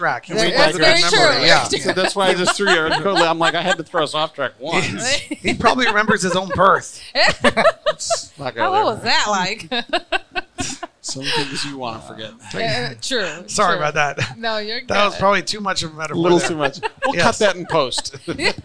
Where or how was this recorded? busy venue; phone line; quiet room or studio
busy venue